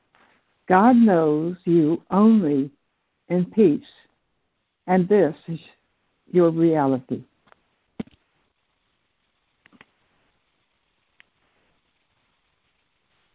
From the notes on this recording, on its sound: ACIM Daily Conference Call